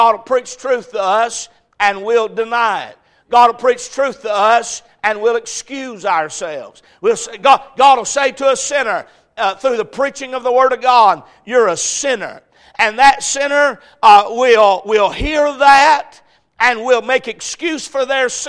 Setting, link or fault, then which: setting, large echoing room